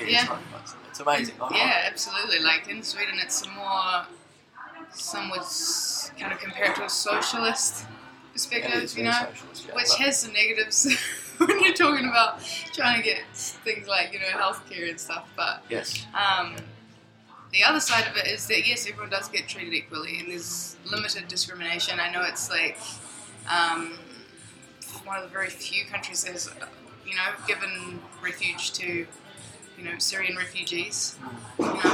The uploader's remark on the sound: I apologize for the sound quality, as we recorded this episode in the local cafe, but we will be opening a studio very soon.